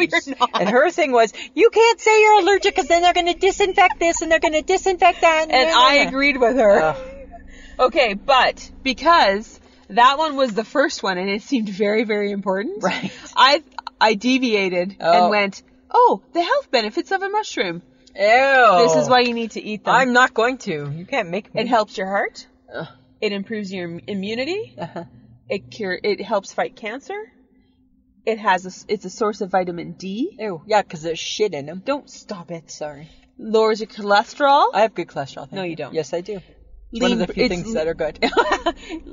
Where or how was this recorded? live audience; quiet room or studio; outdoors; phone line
outdoors